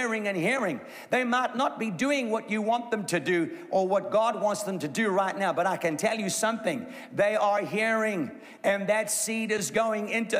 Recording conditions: live audience